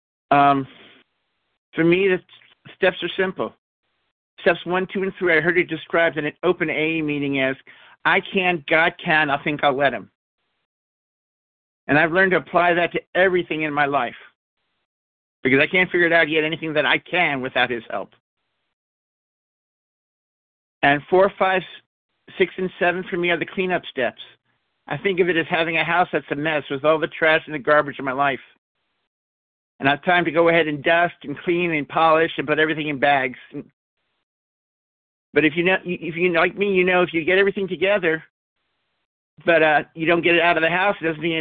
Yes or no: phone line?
yes